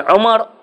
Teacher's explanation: بينما عمر لا، العين مضمومة والميم مفتوحة